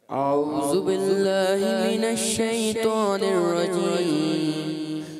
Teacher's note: اعوذ ذال ادا کرنا ہے اعوذ کریں گے تو زا ہو جائے گا